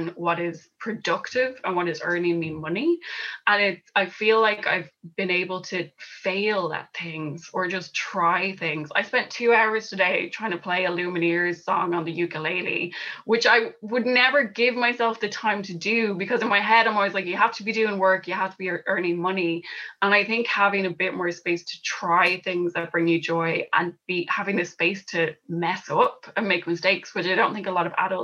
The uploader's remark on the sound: We’re bringing you the recording from our recent Women’s Podcast Live event. In front of a very festive Zoom audience.